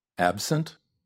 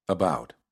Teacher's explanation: The first word that you hear will have an A in the beginning of the word, which is a stressed syllable, and the second word has an A as part of the reduced syllable.